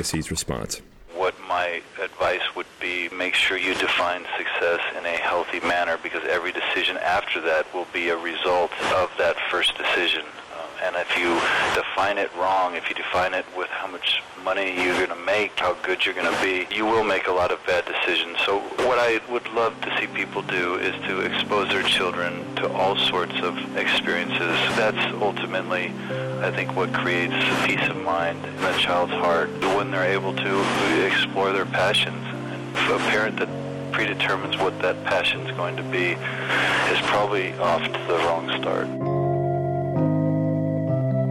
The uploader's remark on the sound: By phone. Digital recorder.